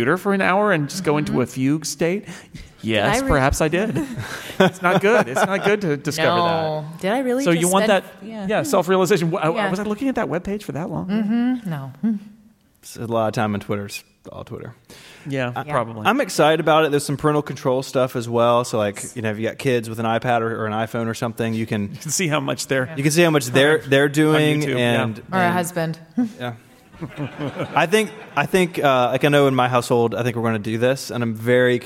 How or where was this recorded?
live audience